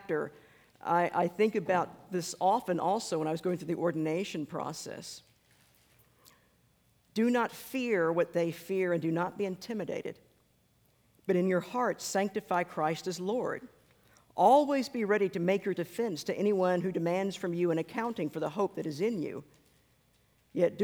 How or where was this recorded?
large echoing room